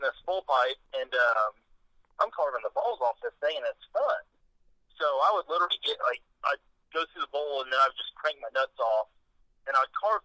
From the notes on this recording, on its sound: We had to do it via phone (anothe semi-successful experiment?).